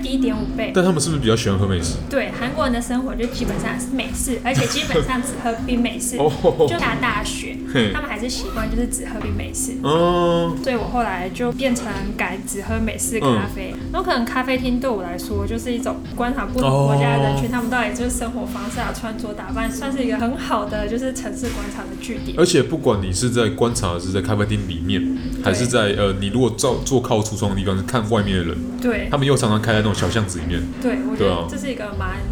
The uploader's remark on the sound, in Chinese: 本集白噪音指數：柔風級 3/5。錄音地點： Boulangerie Ours。